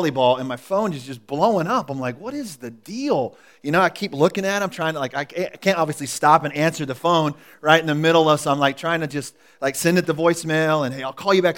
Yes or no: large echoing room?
yes